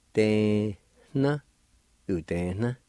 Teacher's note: right between the E and the N toward the end of the word, there's a faint H sound